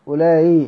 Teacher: هنا الهمزة تسهل بين الألف وبين الياء لأنها مكسورة · Term: تسهيل الهمزة